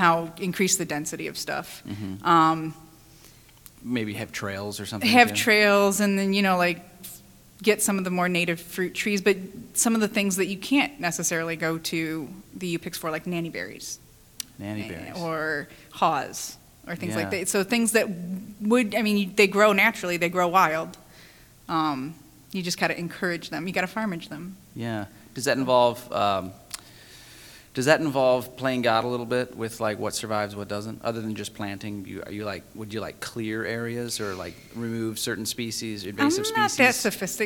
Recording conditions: busy venue